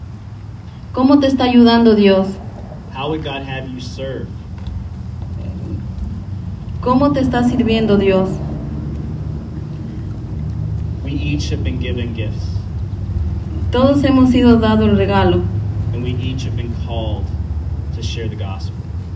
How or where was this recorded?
outdoors